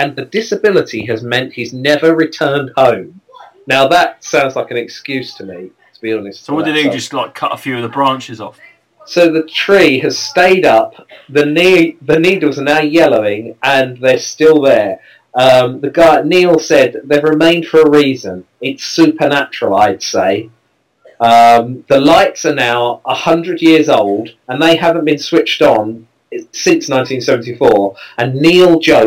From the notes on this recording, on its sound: just two blokes talking and recording it very badly indeed